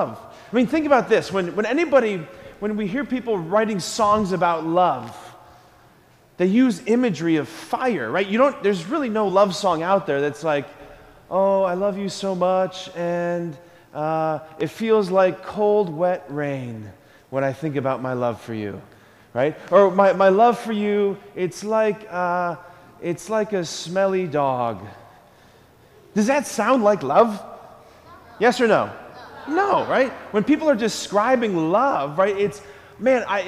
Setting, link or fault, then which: setting, large echoing room